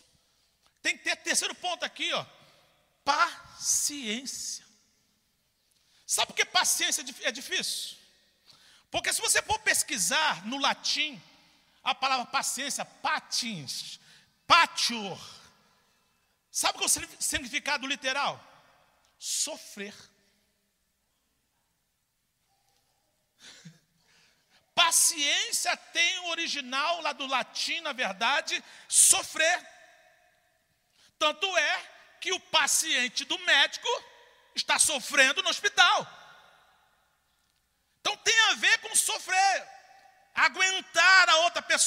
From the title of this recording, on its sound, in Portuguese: CULTO DA VITÓRIA AO VIVO